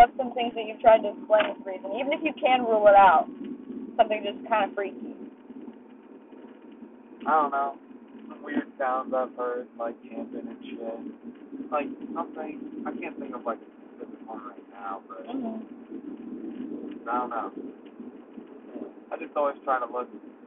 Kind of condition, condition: setting, inside a vehicle